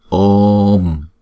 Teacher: Đọc chữ ô kéo dài hai nhịp rồi chúng ta phải đóng chữ ô đó lại